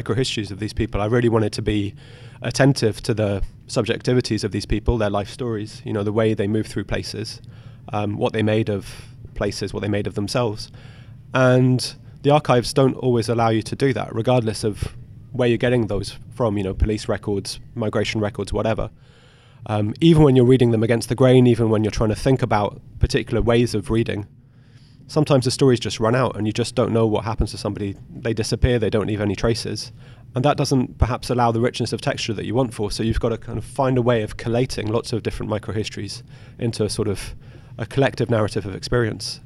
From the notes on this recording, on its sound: Cross-Disciplinary Roundtable. Recording Location: 2019 MESA Annual Meeting, New Orleans.